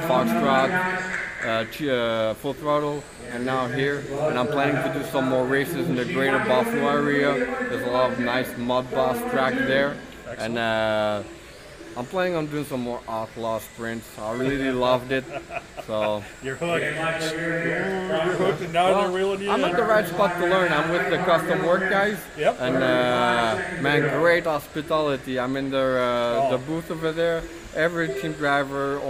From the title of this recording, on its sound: Live from the RC Chili Bowl